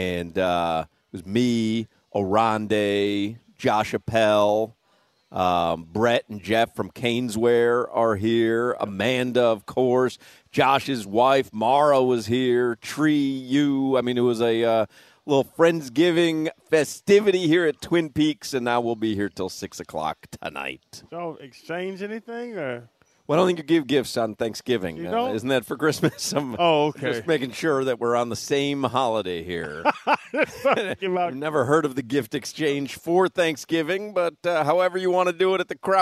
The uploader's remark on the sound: joins the show live from Twin Peaks